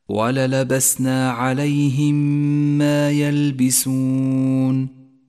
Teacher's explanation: انتبه إلى الإدغام الشفوي عند قوله تعالى وللبسنا عليهم ما يلبسون. عليهم ما، الميم الأولى ساكنة والثانية متحركة، والواجب أن ندغم الأولى بالثانية حتى تصيرا ميما واحدة مشددة لونت بالأخضر لأنها تحتاج إلى غنة زمنها حركتان، أي هكذا وللبسنا عليهم ما يلبسون.